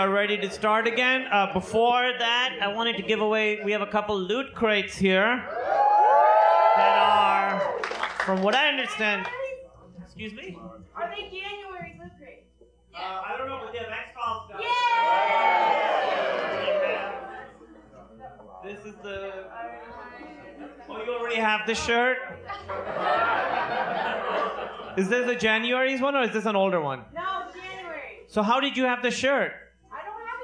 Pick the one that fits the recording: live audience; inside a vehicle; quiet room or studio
live audience